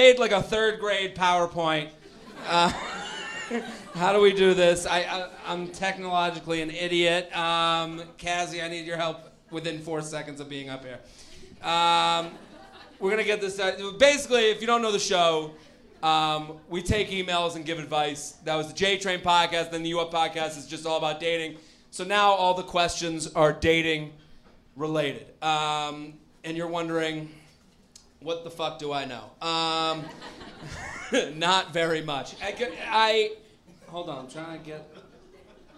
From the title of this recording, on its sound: LIVE From Comedy Works in Denver